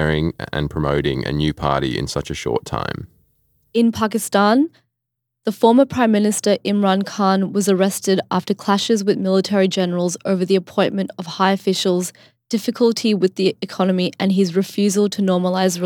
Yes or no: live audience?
no